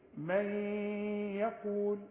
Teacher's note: الياء مرققة، الغنة كمان مرققة